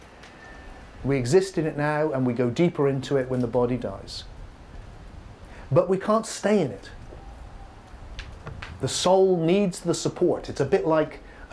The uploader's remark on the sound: Filmed in the Fire Temple at Broughton Hall, Yorkshire during The Deep Awakening 2019 retreat.